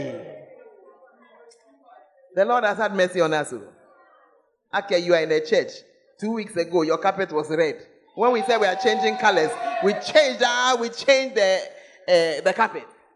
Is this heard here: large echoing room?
yes